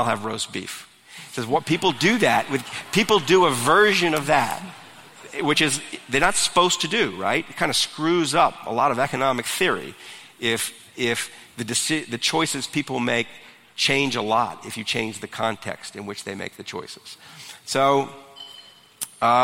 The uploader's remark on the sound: In this week's episode we're featuring a live event from before the pandemic.